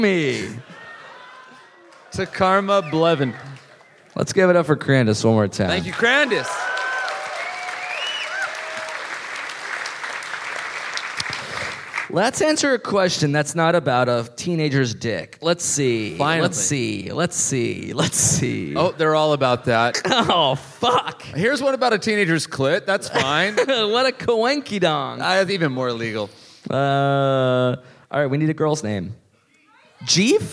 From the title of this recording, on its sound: live in Melbourne!